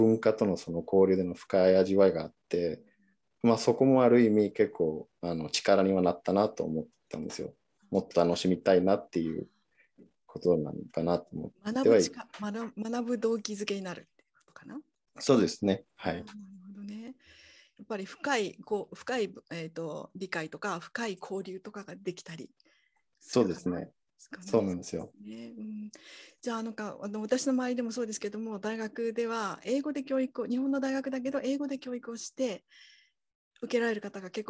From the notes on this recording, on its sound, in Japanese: 収録場所： オンライン (Zoom)